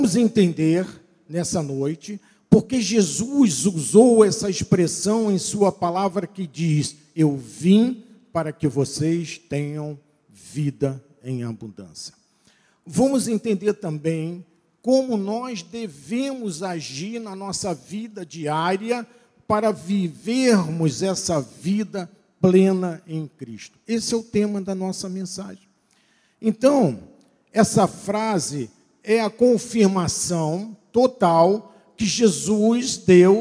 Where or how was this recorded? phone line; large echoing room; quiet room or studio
large echoing room